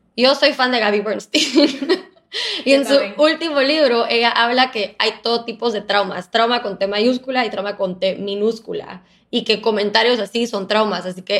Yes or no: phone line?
no